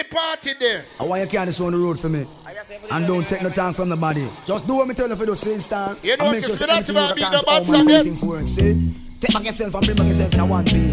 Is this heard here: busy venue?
yes